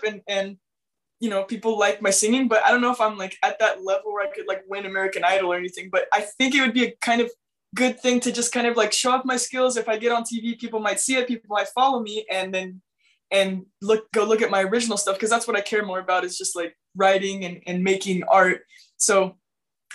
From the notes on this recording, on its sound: Recorded via Zoom